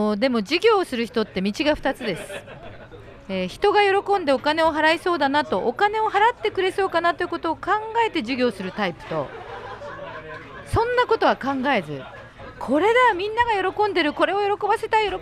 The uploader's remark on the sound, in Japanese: オーガニックワインバー喃喃 麻布十番ストアより公開収録！